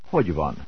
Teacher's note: a question containing a question word is uttered in a falling intonation pattern, similarly to those of a declarative sentence